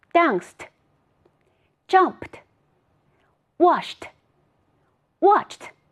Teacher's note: 这一组单词当中 ED 发的是 t，原因是它在清辅音后面